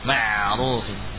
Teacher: Ain suaranya jalan ya, nyambung dengan ra.